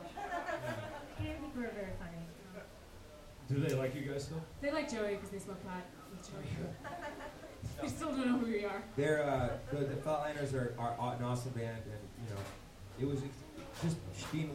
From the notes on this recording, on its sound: Recorded in front of a live studio audience at Illegal Pete's South Broadway in Denver, Co! Before the band plays a short set for the All Ages crowd!